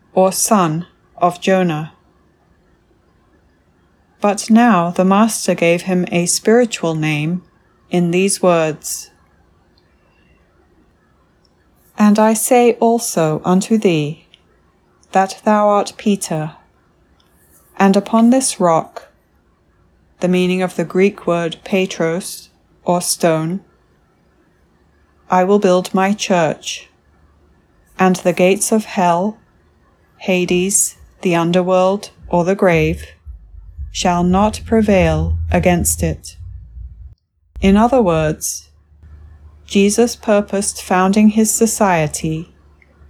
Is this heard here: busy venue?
no